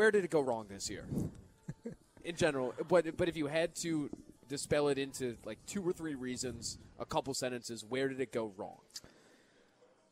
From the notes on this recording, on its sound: Live at Monk's in Sun Prairie.